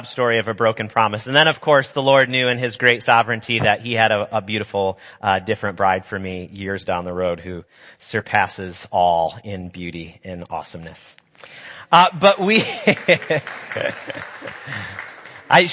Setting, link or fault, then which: setting, large echoing room